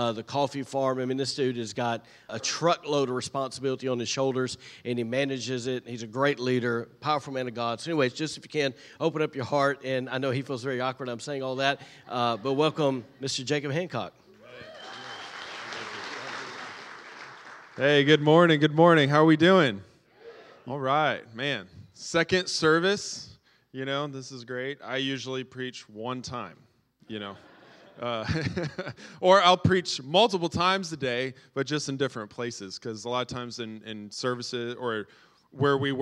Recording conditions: large echoing room